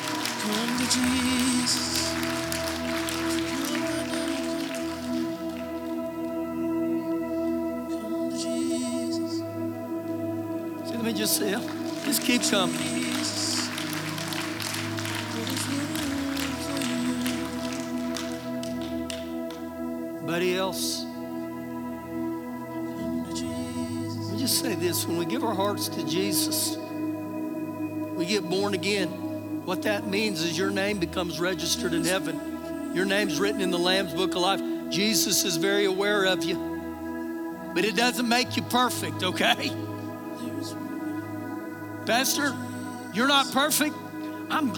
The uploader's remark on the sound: Recorded live during our Sunday morning service